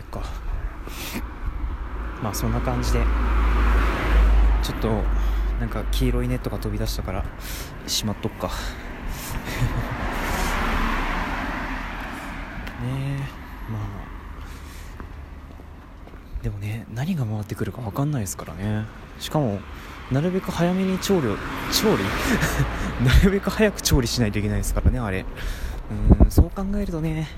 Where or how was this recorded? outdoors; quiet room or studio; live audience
outdoors